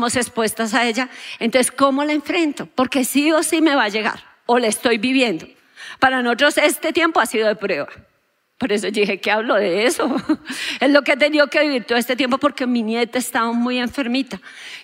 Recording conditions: large echoing room